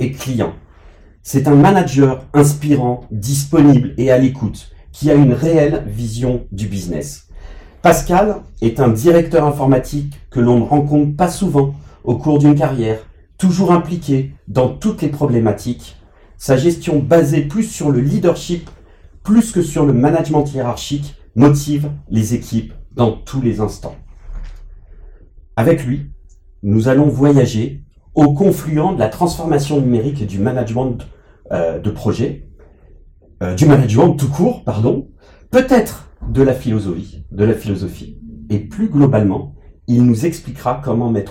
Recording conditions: poor sound quality